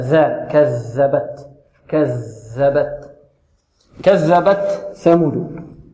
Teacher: طرف اللسان مع أطراف الثنايا العليا. بعض الطلاب يأتي بالذال ولا يبرز طرف اللسان، بل طرف اللسان أو رأس اللسان ربما يعني يبرز قليلا، وهذا فيه خطأ، فلا بد من إظهار الذال وبيانها.